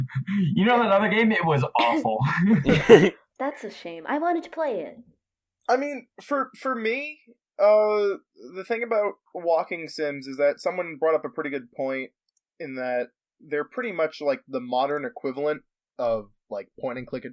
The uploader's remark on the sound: Note: My audio gets significantly better after 15 minutes. (Microphone issues).